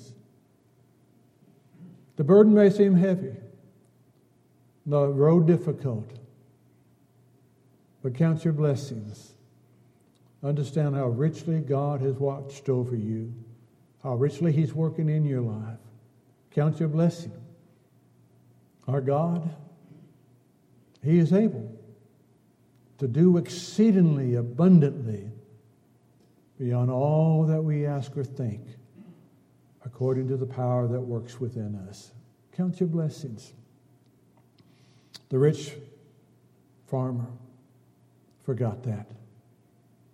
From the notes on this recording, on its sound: Downtown Church Of Christ Audio Sermon